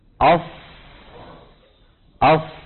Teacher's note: الفرق أنه عند أص شو بيصير بأقصى اللسان؟ يرتفع · Term: تفخيم